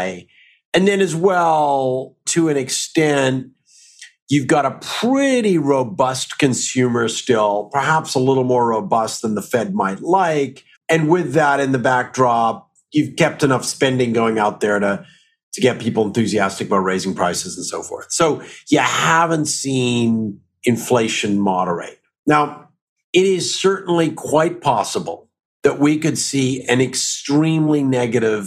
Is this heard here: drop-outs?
no